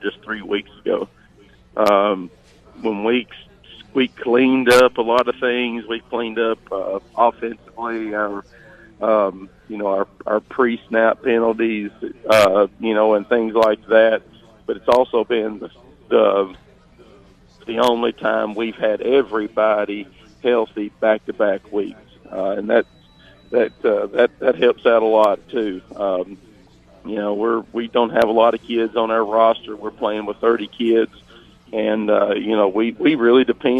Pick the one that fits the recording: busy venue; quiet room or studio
busy venue